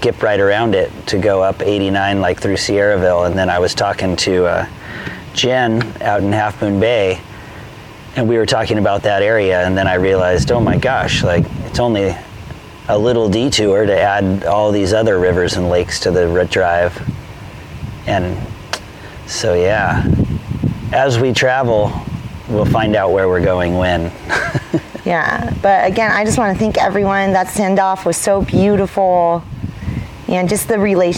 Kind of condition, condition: setting, outdoors